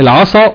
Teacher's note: صاد مفتوحة وراها لام أقوى درجات التفخيم